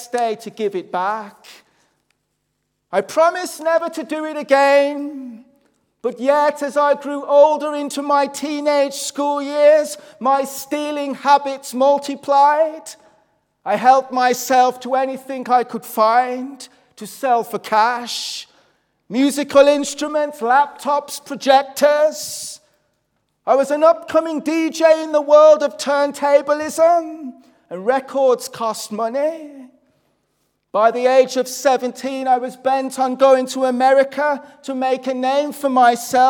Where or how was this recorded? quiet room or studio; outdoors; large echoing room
large echoing room